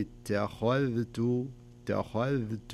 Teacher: ترقيق التاء والذال وتفخيم الخاء، يعني ما يصلح أقول ليتني اتخذت أو ليتني اتخذت، يعني تفخمها كلها وترققها.